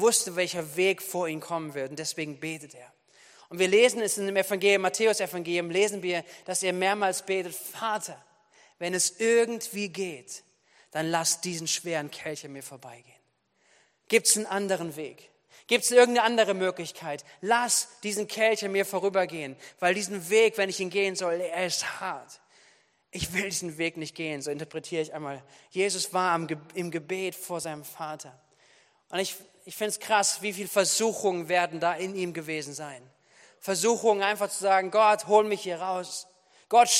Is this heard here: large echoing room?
yes